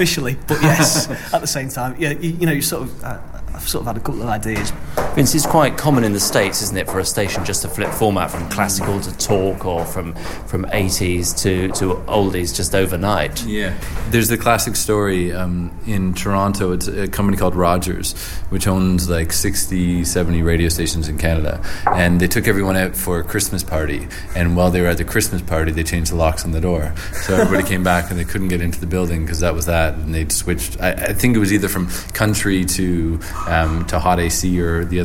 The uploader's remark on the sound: Recorded in a pub, this is the Earshot Creative Review for March 2010.